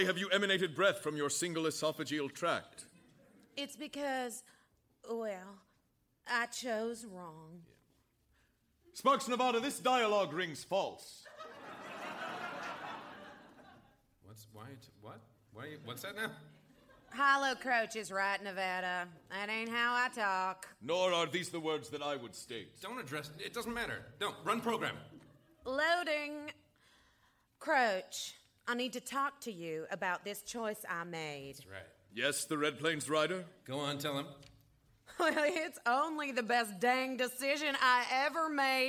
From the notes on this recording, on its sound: Recorded Live 1/9/2011 at Largo, Los Angeles.